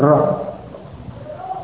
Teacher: untuk mengucapkan ra' itu bergetar, lidahnya bergetar, ra'. Dan walaupun yang benar secara makhraj getarannya sedikit, tetapi tetap ada getarannya. · Term: mukarrar